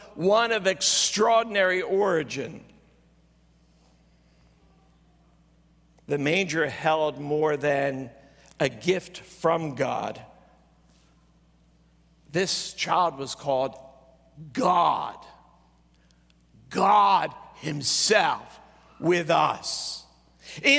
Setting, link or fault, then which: setting, large echoing room